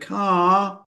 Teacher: You held on to the intonation of the word car. It made me think there was another word coming, but there wasn't.